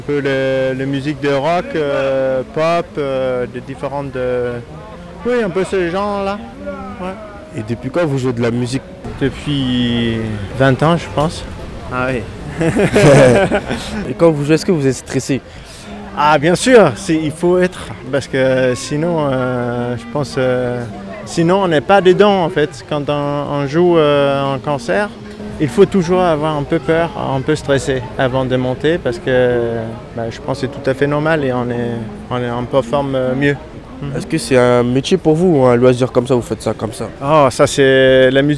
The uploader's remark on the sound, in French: Ils vous emmènent de la place Maréchal Lyautey jusqu’aux Terreaux à travers différents styles musicaux et au gré des rencontres avec le public et les artistes.